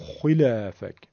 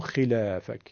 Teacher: وقتی که حرف خاء در کسره قرار میگیره، بخش زیادی از اون درشتیش سقوط میکنه · Shown in: second take · این طبیعیه.